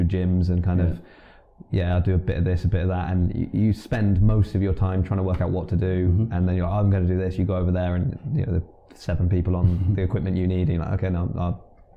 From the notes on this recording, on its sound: We were in a different location and unfortunately that had an effect on the sound quality.